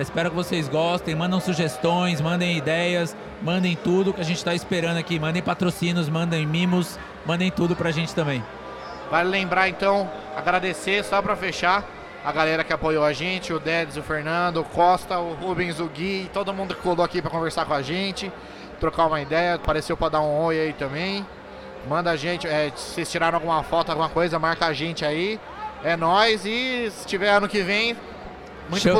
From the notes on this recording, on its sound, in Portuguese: Eis o 3º e último programa especial gravados diretamente da III Mogi Expo Tattoo, o maior evento de tatuagens e piercings do Alto Tietê.